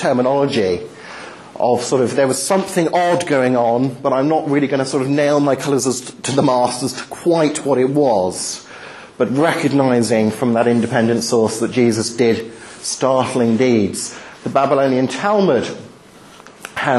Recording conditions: large echoing room